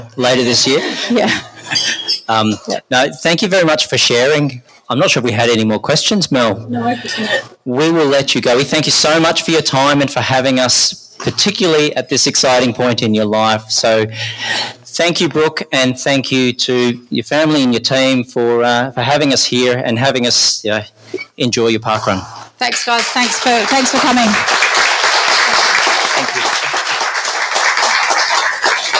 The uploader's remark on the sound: The adventurers bring you their live recording of palm (parkrun adventurers listener meetup) 2022 from the Hurricanes Café at Bellerive parkrun in Tasmania.